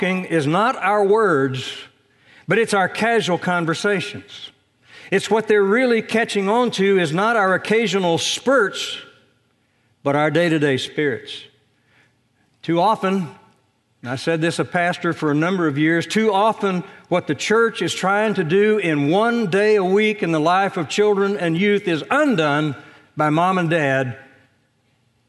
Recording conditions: large echoing room